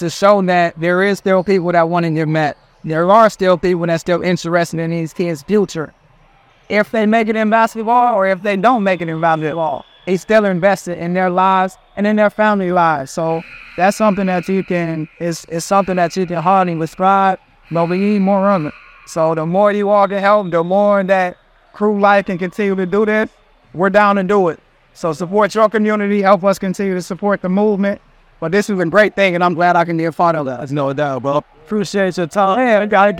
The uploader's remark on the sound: Live From Crew Life Camp. From their annual Crew Life Youth Basketball Camp in Fort Wayne, Indiana.